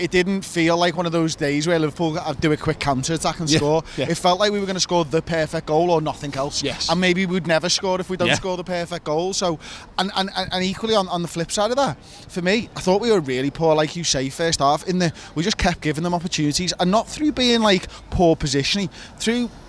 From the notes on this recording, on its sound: Instant Match Reaction. Outside Anfield with their immediate thoughts.